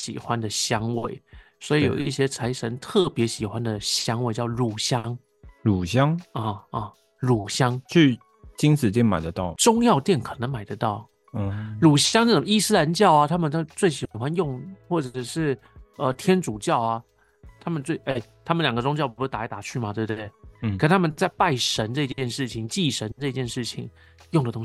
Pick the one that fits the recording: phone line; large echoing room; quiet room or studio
quiet room or studio